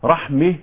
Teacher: وجه الحمزة رحمي هكذا بالإمالة المحضة